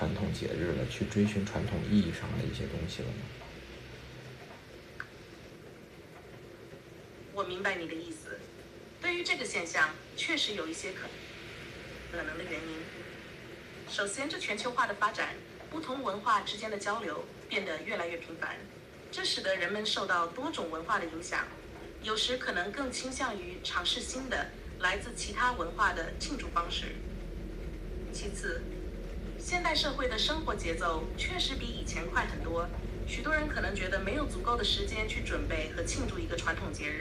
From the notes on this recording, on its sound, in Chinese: 首先先抱歉，这期杂音有些大，家旁边很吵，希望你能够理解呀。前两天ChatGPT和用语音直接交流了，所以我也来尝试一下，和它聊聊中秋节的话题。我把它反应的时间剪掉了，大概每次二十多秒。